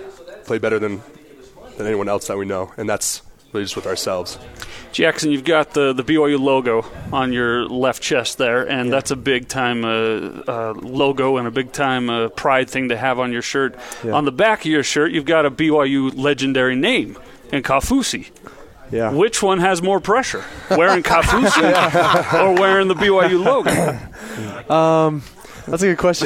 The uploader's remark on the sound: live from BYU Football Media Day